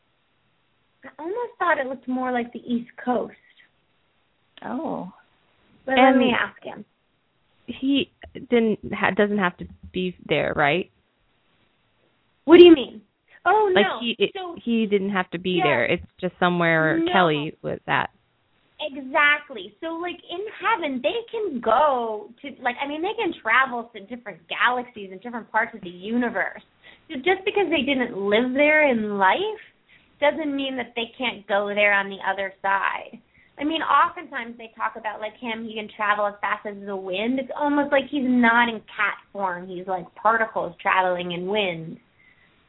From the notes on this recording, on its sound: open up the lines for listeners to call